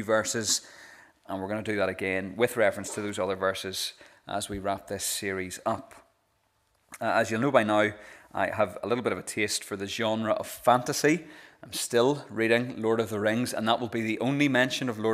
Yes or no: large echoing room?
yes